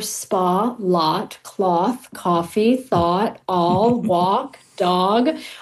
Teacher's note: people are using the same vowels for spa, lot, cloth, coffee, thought, all, walk, dog, all of those being the same vowel